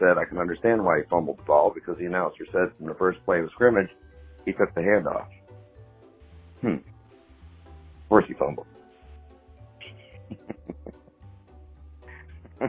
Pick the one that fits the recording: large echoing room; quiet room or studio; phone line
phone line